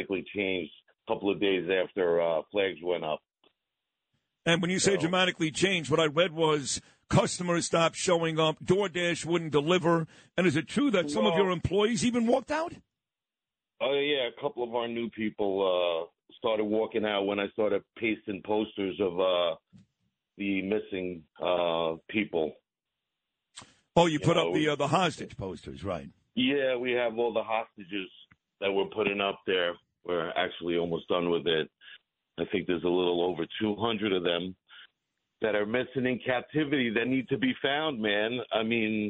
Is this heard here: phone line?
yes